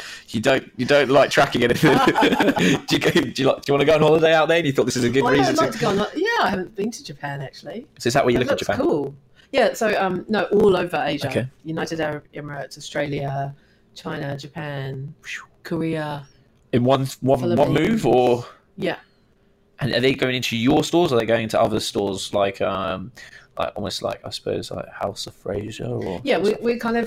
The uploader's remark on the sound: sorry for the slight crackle!